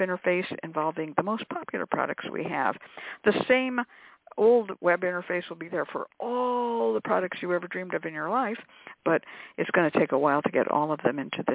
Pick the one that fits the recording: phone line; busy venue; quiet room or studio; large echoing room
phone line